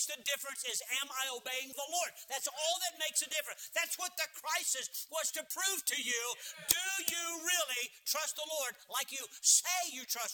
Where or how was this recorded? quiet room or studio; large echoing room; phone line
large echoing room